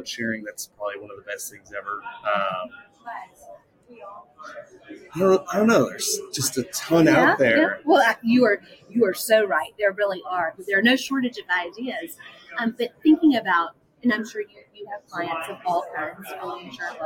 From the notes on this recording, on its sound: Live at the SIIA 2022 Engage Conference